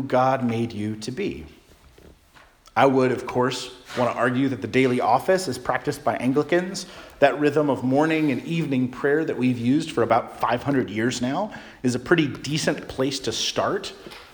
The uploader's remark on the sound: Charles Anglican Cathedral, Bremerton, WA.